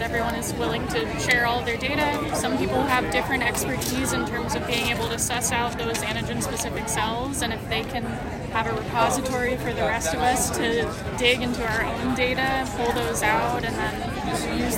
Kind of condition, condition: setting, busy venue